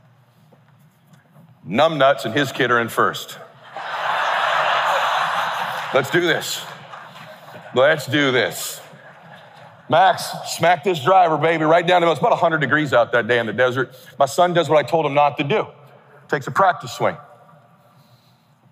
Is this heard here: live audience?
yes